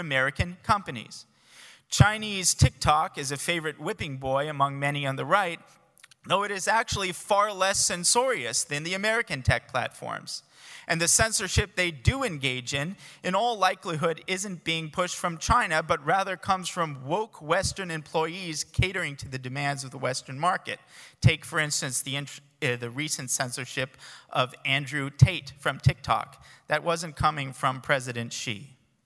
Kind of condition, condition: setting, live audience